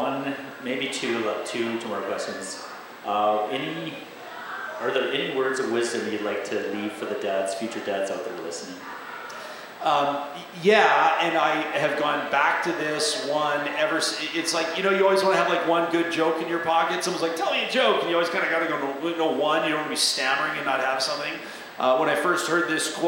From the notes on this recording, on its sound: joined us LIVE at Arcadia Brewing